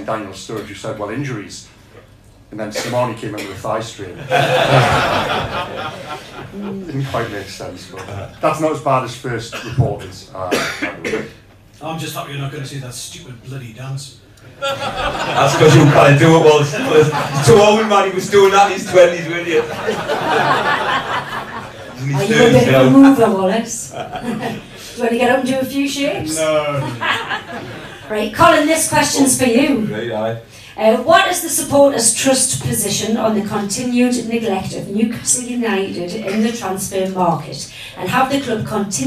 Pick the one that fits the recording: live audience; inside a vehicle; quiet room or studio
live audience